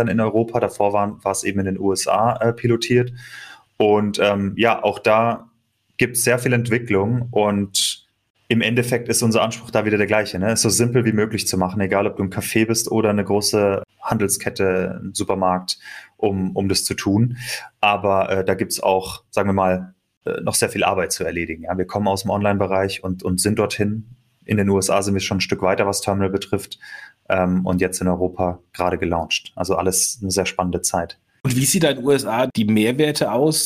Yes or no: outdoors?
no